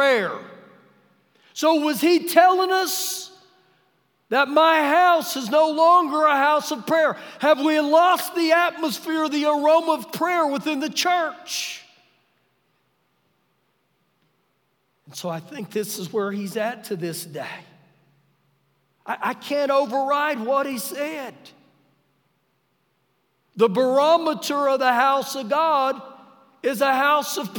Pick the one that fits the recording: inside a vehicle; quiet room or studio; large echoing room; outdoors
large echoing room